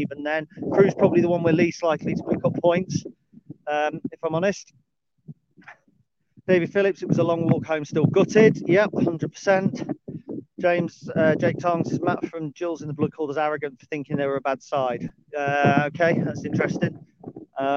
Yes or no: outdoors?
yes